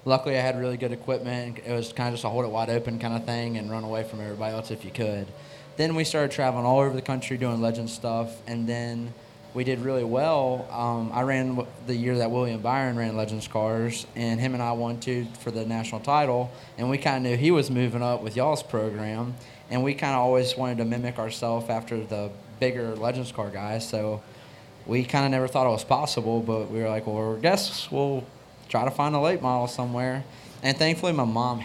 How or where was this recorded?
busy venue